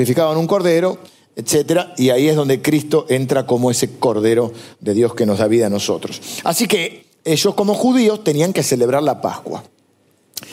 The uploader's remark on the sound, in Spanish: Grabada en vivo en el auditorio de Iglesia del Salvador.